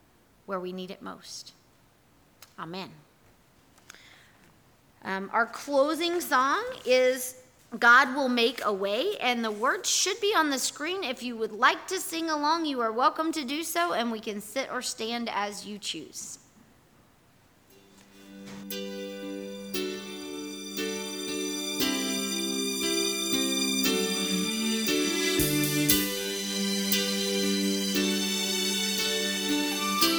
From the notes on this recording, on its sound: Our audio recording from yesterday&#8217;s worship service. Here is our audio recording from yesterday’s worship service.